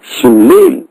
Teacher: شفت الألف بعد اللام هي التي يجوز لك أن تميلها فتقول شم ليل ها، شم ليل لمجيء سكون بعد كسر ثم جاء حرف صحيح ومن بعد هذا الحرف الصحيح المتحرك جاء بالالف فتمال هذه الالف.